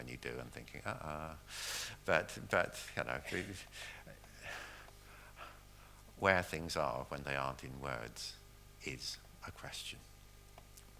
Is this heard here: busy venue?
no